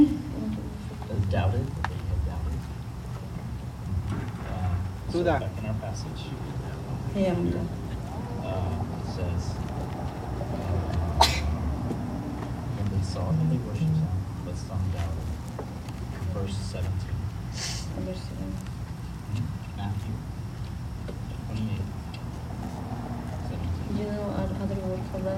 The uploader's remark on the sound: service was held outdoors in collaboration with Iglesia Cristiana in the Bridge Parking Lot.